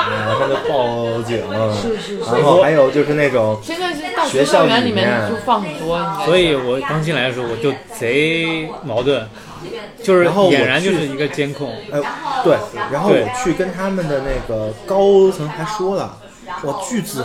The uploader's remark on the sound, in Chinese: 因为对谈场所是在公共空间，所以杂音较多。